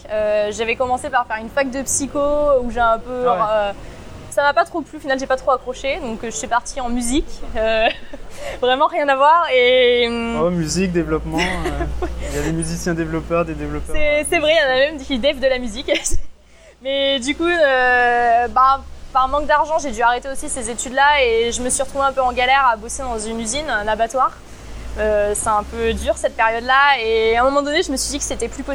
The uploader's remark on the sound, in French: Désolé d'avance pour la qualité son, capté en extérieur lors de la conférence BestOfWeb Paris.